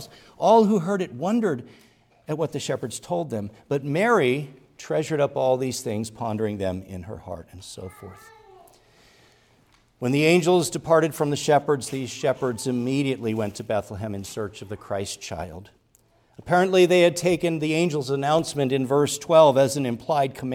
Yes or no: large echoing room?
yes